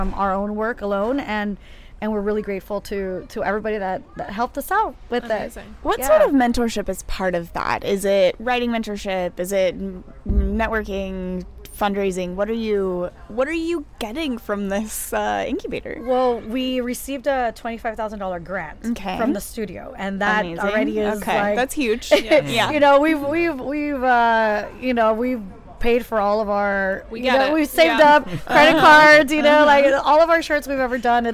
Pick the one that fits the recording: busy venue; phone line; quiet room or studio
busy venue